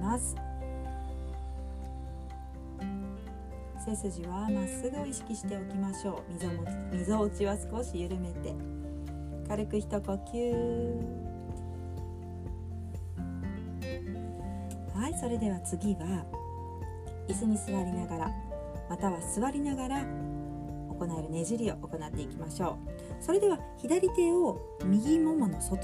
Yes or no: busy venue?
no